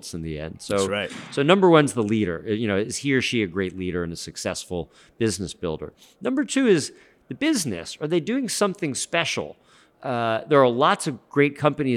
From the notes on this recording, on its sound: LIVE from Manifest in Las Vegas, NV. Electro-Voice RE320 DYNAMIC MICROPHONE.